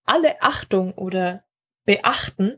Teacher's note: Es geht nämlich weniger darum, eine merkbare Pause im Wort zu machen, als um den sogenannten Glottisschlag.